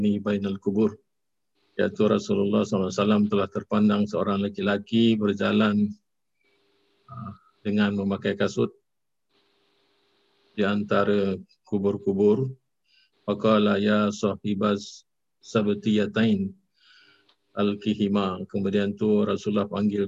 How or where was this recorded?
video call